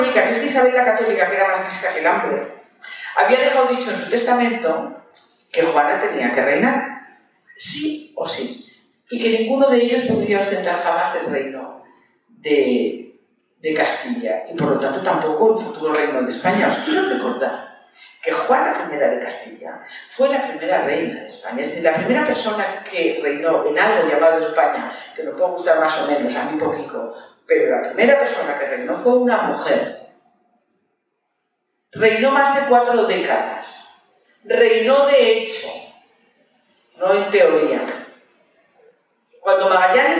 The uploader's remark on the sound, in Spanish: Os dejamos el audio de la charla-tertulia organizada por Lunes Lilas y ANAS (Escuela Social). Es una de las actividades enmarcada en el homenaje a Nagore Laffage.